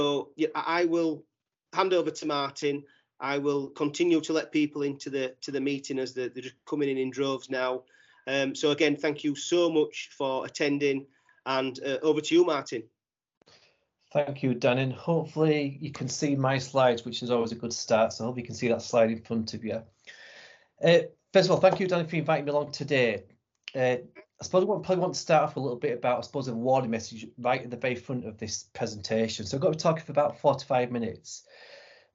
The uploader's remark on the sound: This episode is a recording of a webinar from The Football Mental Health Alliance.